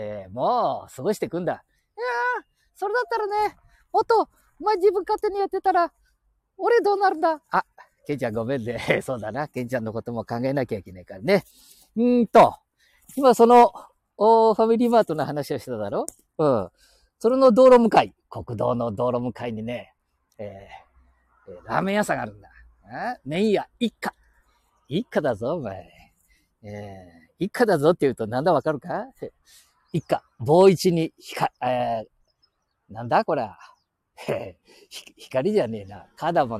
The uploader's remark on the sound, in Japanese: 街さんぽ LIVE